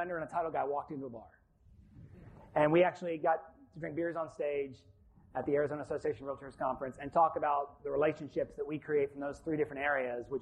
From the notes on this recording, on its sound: Live from the 2019 Florida Realtors Convention and Trade Expo. We were given permission by the Association to record the presentation and release as a podcast.